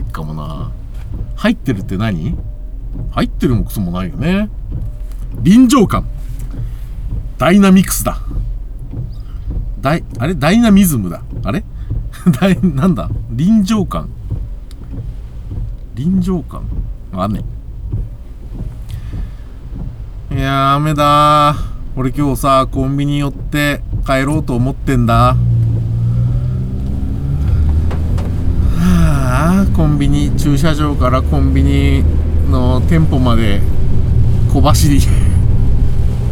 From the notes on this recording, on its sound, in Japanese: 君は助手席で眠っていて。急に深いこと言いだす中年男性が雨の中車を走らせる音声。この収録タイミングの雨ほんとひどかったです。車の走行音と運転手の声を遠くに聞きながら、ぼんやりとまどろんでいただくことを目的にした音声です。